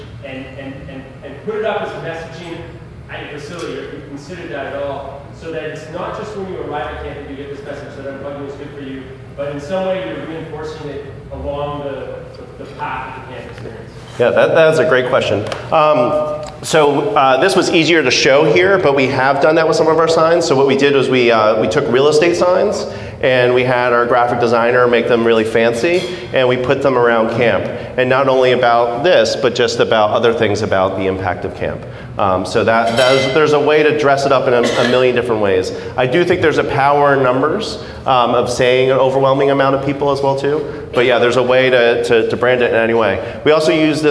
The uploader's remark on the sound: Keynote speaker at the Society of Camp Director 's dinner. On this episode of the podcast, you'll find the audio of his talk.